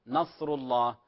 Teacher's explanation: النون في قوله تعالى نصر الله النون مرققة